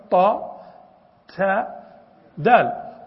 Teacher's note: تشعر أن الطاء مرتفعة والتاء أنزل قليلا والدال أنزل، لكنهم جعلوا هذه البقعة كلها كأنها مخرج واحد لأنه من باب التقريب.